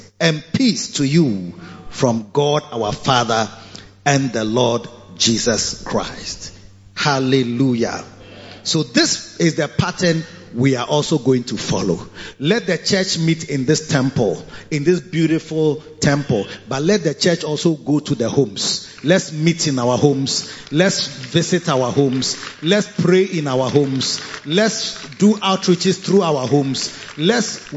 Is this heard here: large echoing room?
yes